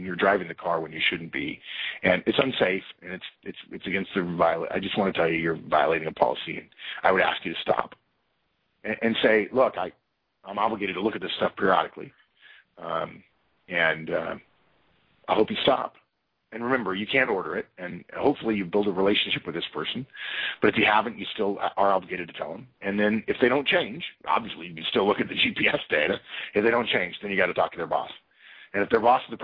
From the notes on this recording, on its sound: Conference Call.